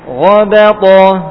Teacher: gha tebal, ba tipis, ta tebal lagi